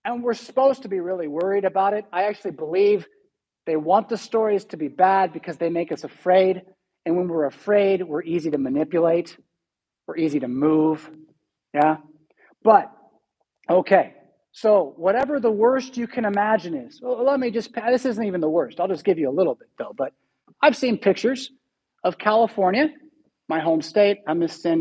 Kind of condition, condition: setting, large echoing room